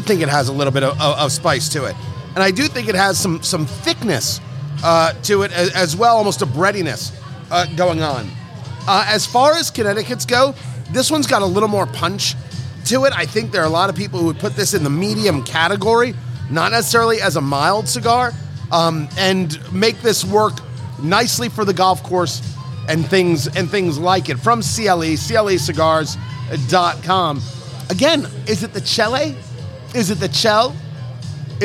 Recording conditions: busy venue